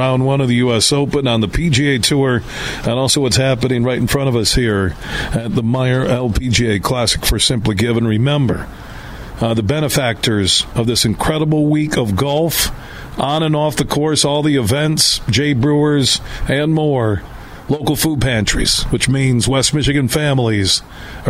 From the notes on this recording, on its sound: broadcasting live from the Blythefield Country Club which is home to the Meijer LPGA Classic